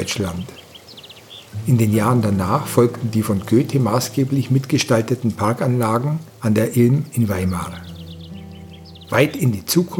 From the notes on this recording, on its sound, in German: eine 30-minütige Aufnahme aus dem Englischen Garten in München, die ich im Monopteros gemacht habe